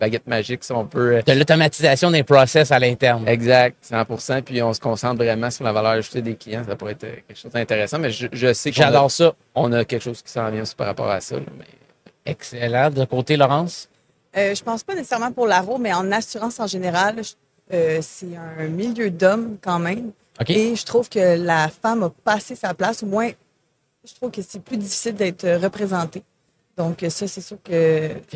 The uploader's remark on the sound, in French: En direct du Salon Industriel de Terrebonne